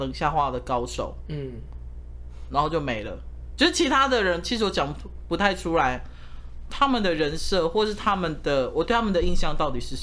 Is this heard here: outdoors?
no